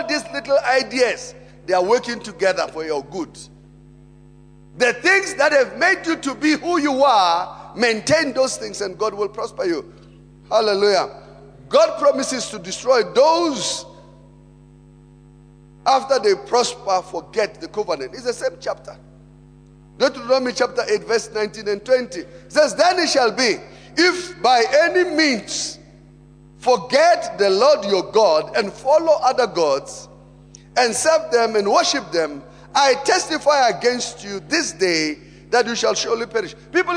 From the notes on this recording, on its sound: Preached at Emmanuel Christian Church, Arcadia Campus on the 4th of November 2018.